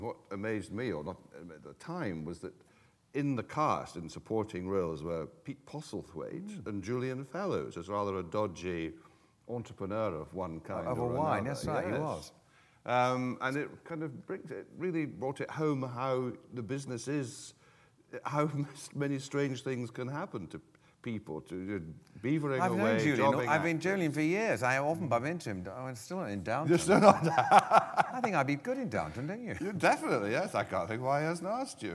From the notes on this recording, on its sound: This is a live recording of a Platform event from September 2012.